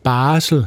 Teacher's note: udtalt uden stød på ar, altså barsel, og nu benyttes det fortrinsvis med stød.